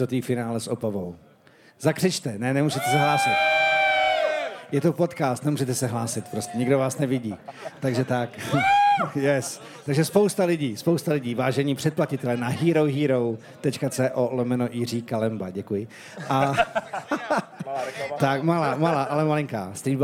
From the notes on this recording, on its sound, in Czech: LIVE epizoda: Streetballhus. Historicky první živou epizodu podcastu Pod košem sledovalo milé a dobře naladěné publikum v České Třebové, kde se v půlce července konal už 26. Ročník legendárního streetového turnaje Streetballhus.